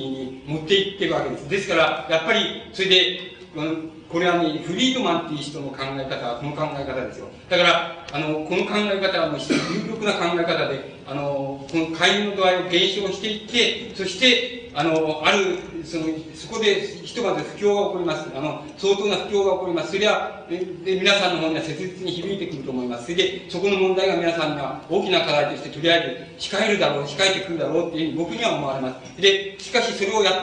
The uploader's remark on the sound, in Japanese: 音質：２。主催：自治労山口県職員労働組合下関支部 場所：下関市水産会館。音質はあまりよくない。